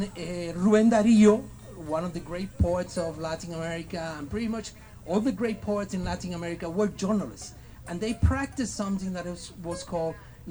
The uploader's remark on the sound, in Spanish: Holyoke Visible. Escuche todas las participaciones de este evento grabado en directo por radioplasma.